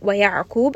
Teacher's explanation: عين is going to be from the middle of the throat.